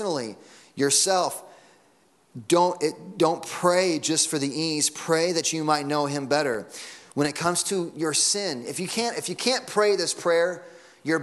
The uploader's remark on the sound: Sunday Morning Sermon Audio.